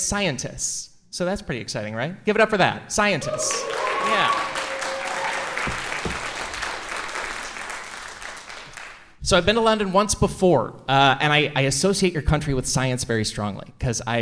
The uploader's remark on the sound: A special LIVE show at The London Podcast Festival. Stick around after the live conversation.